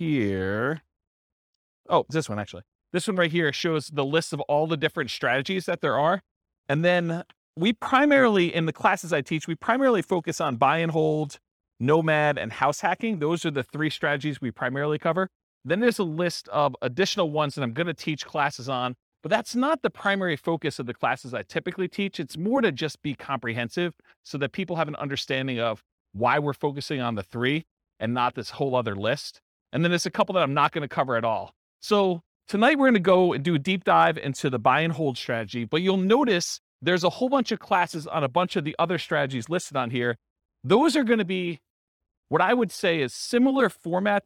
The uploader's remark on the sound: This was a live class recorded